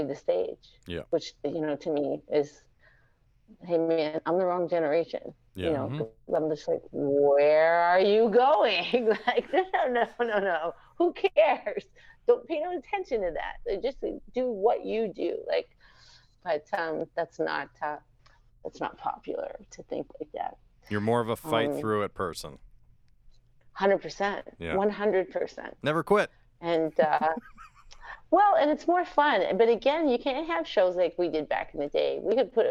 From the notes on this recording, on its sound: Joins us over Zoom for a really fun conversation. Recorded and produced at Communal Creative Studios in Red Deer, Alberta.